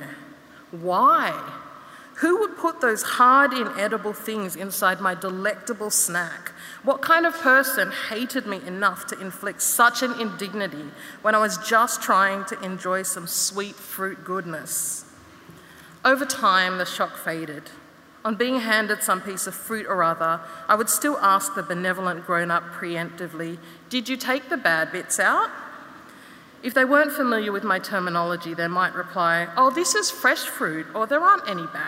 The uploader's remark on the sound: In this episode we revisit 2022's inaugural Opening Night gala event at Melbourne Town Hall. This event was recorded at Melbourne Town Hall on Wednesday 2 November 2022 as part of the Wheeler Centre’s Spring Fling Opening Night: Lightbulb Moments.